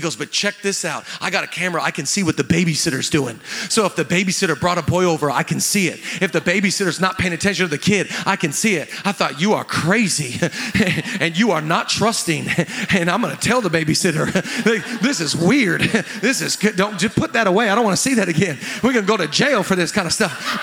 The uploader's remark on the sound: live from the Avalon Theater in Los Angele California